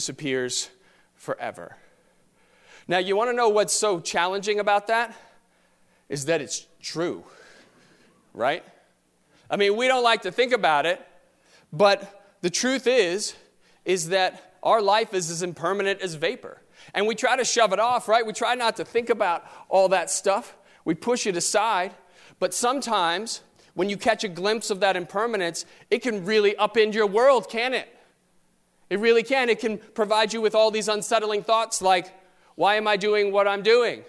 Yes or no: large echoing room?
yes